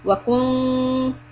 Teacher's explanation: When you have the kaf dhamma, your mouth is going to be rounded. The lips will be rounded.